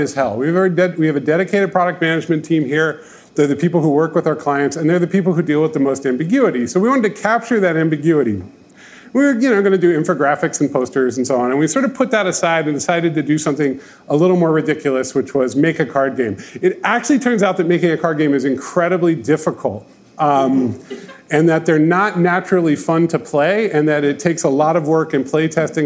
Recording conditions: live audience